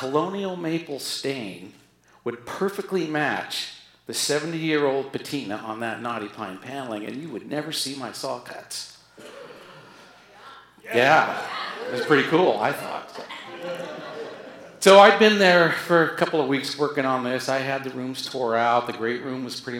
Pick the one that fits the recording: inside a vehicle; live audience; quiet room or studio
live audience